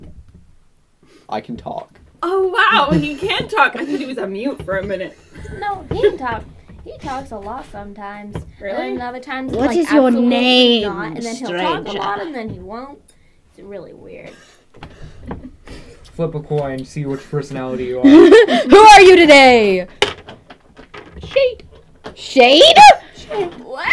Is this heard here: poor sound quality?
yes